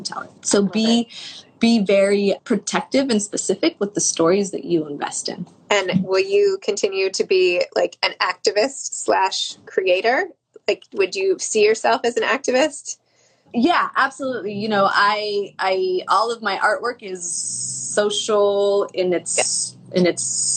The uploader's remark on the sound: an Instagram Live